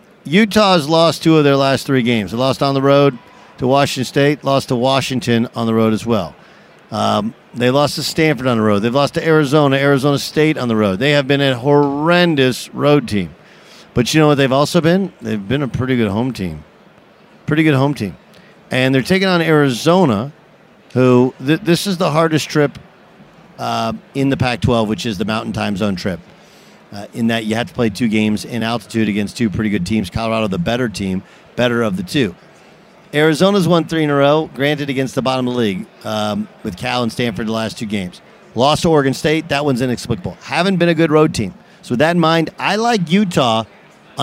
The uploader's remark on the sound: live on Radio Row in Las Vegas ahead of the Super Bowl!